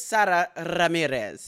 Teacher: You really rolled that R, and you also I want to point out that you also got the R in the middle of my first name correct as well, which is not a rolled R.